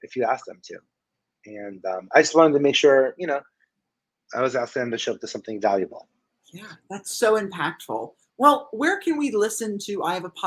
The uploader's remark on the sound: These interviews are throwbacks with some of the best and brightest in the Broadway & Entertainment industry who I chatted with virtually.